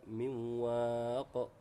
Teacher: نون ساكنة بعدها حرف الواو، والواو من حروف الإدغام الناقص · Term: إدغام ناقص بغنة